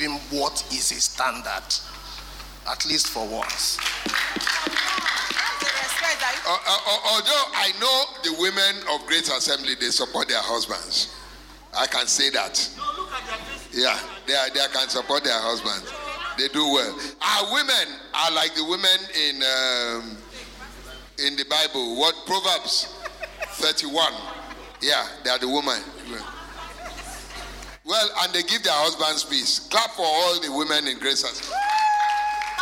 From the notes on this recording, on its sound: Recorded Live at our MidWeek Service